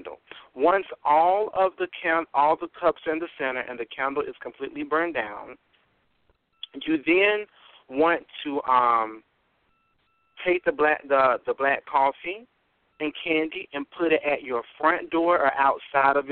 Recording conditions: phone line